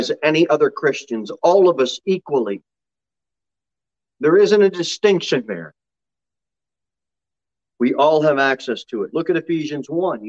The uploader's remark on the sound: Sermon delivered at Pilgrim Baptist Church on Thursday, January 27, 2022 at 6:15 pm. Jere Whitson Rd.